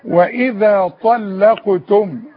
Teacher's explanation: اللام مرققة، اللام بين الطاء التخينة والقاف التخينة